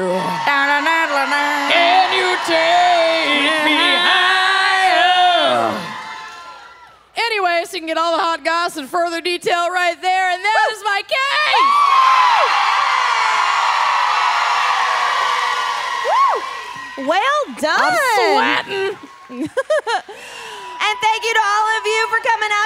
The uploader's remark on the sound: Dallas LIVE! Live from Dallas.